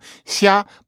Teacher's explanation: You have to master a kind of an S-y sound in between what we think of as S, what we think of as sh